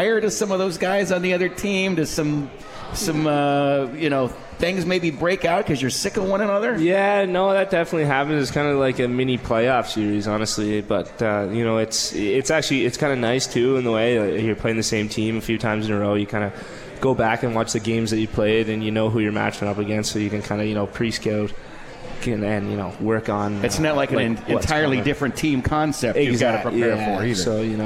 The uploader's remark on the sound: live from the 72 Tavern